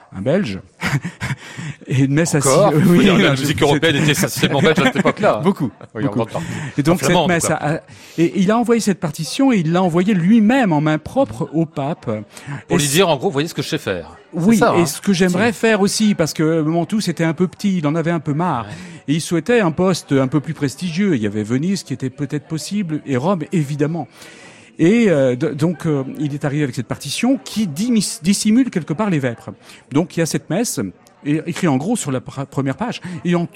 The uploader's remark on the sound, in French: Une émission en direct et en public depuis l'Hôtel Bedford à Paris.